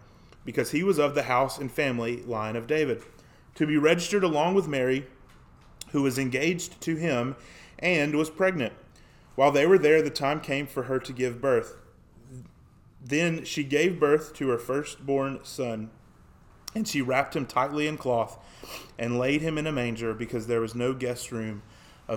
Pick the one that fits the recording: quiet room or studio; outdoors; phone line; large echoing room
large echoing room